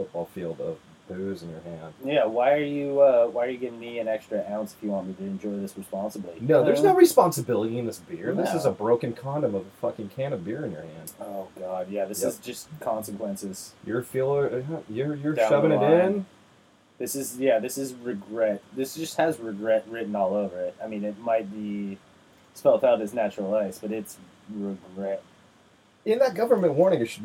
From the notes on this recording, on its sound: Sorry about the shit audio.